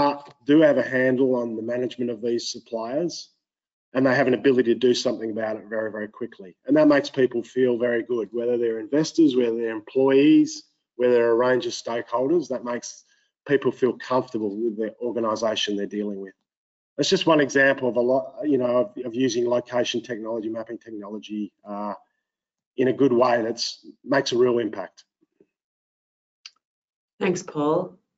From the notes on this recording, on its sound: Listen to the recording of the online event.